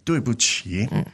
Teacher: 对不起. And the tones for 对不起 are, fourth, neutral, and third